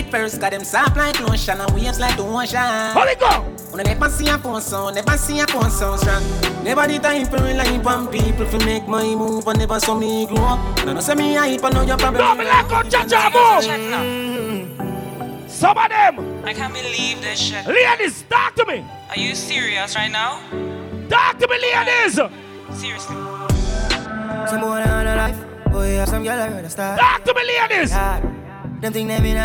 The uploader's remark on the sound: LIVE AT CHACHA FRIDAYZ 8TH APRIL 2022